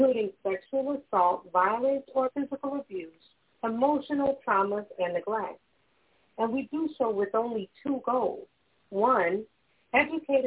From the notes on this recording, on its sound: Those who call in will form a panel